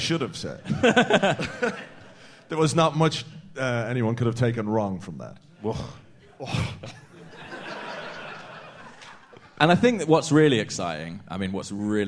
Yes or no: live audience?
yes